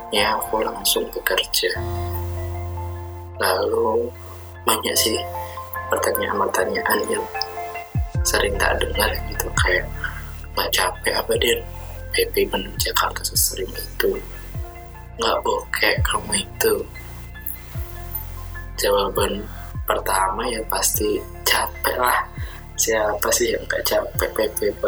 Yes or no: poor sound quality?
yes